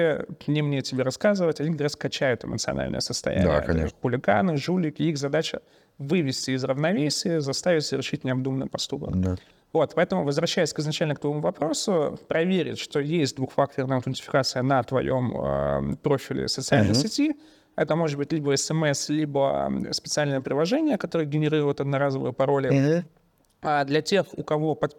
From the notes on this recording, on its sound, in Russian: Спецвыпуск подкаста Security Stream, записанный во время партнерской конференции UserGate 2023, которая проходила 21-22 сентября в Завидово.